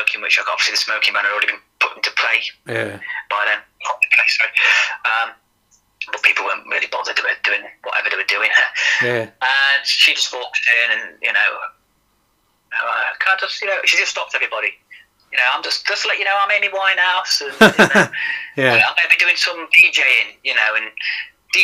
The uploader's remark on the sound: He even performs some live music (over the phone due to the coronavirus)